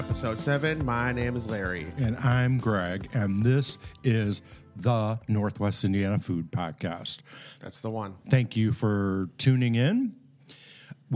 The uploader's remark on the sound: Live from Blue Moon Vintage Market